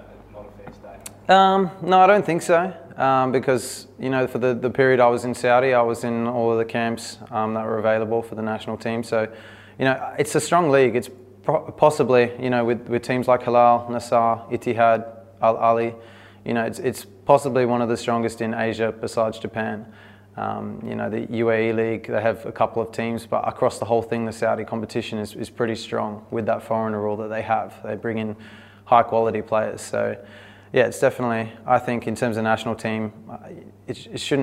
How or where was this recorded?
busy venue